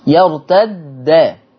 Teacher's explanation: حفص قرأ بدال مشددة مفتوحة يرتد، بينما ورش عن نافع قرأ بدال أولى مكسورة، فك التشديد بقى، ورش فك التشديد، يعني الدال المشددة دي هيفكها ورش.